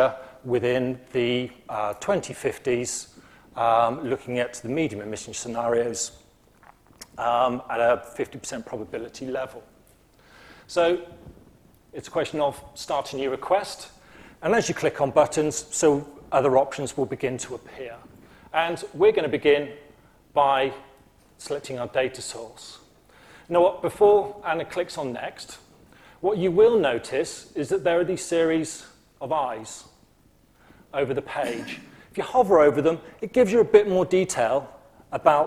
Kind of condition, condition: setting, live audience